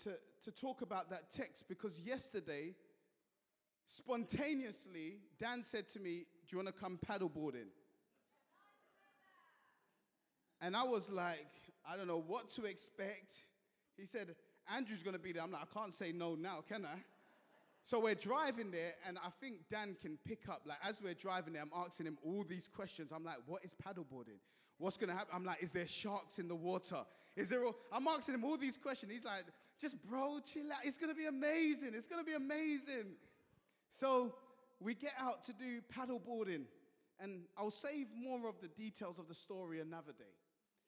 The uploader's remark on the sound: at Joshua Generation Church Milnerton congregation